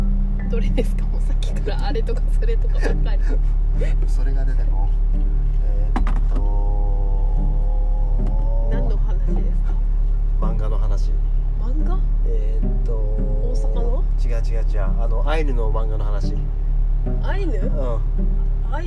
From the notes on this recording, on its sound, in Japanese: 初野外！俺たちの有明海後編。30度超え太陽の下の暑さに耐えられず、近くに停めていた車に移動して後編。